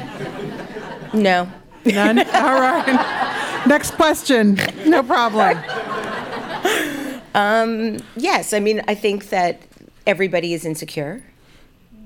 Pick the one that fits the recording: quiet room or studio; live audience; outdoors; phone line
live audience